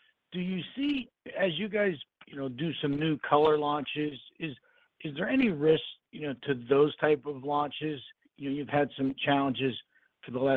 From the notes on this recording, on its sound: Earnings Conference Call